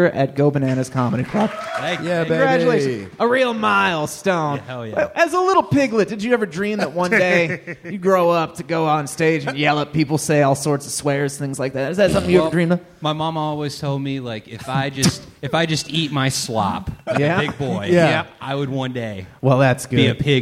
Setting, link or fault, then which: setting, live audience